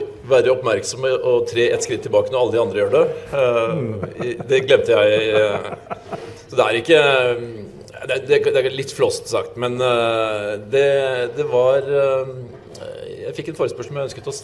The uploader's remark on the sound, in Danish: Live på Bazinga.